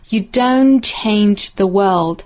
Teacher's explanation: don't 尾部的 t 略掉